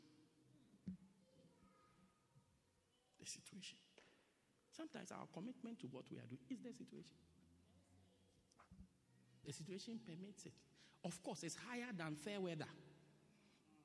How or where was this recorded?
large echoing room